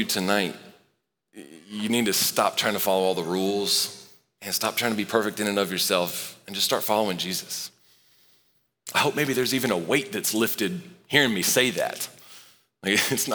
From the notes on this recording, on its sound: Recorded live at Long Hollow Church on May 30, 2023.